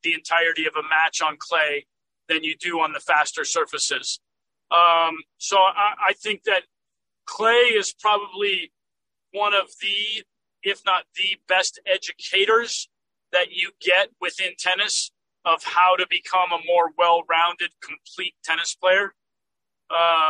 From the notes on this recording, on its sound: while the later was driving home from the Indian Wells tournament